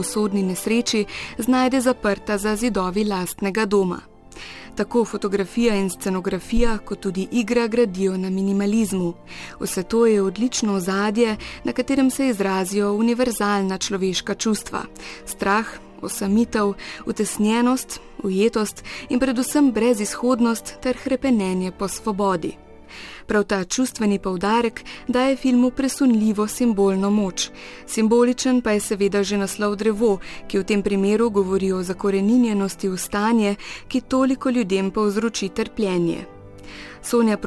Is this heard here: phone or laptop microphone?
no